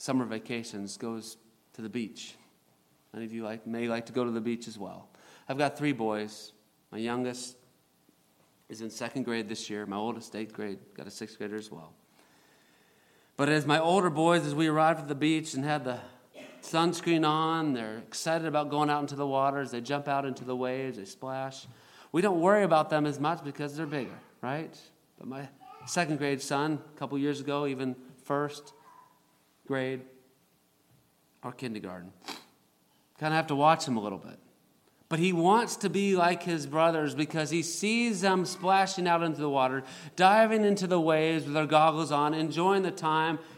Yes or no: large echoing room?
yes